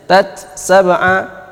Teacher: ini karena izhar, wajib izhar, hamasnya harus kelihatan